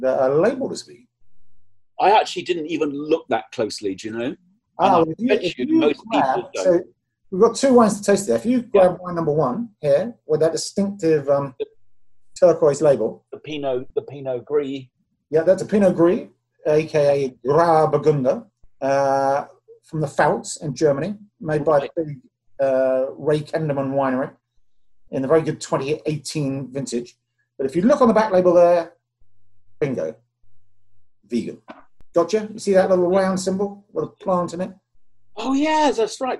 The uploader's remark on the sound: zoom their way through their first socially distanced wine tasting